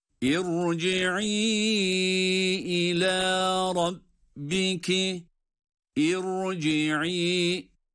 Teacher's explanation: gördüğünüz gibi ra'yı kalın okuyoruz. Aslında ra sakin, cezimli, kendisinin önce de esre olmasına rağmen genel kural olarak ince okunacak şekilde bir bilgi hatırlamamız olabilir.